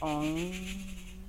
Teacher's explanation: We nasalize the vowel, so. That means that we take the vowel up into the sinuses. So like Om, and you can feel it come up. · Term: nasalized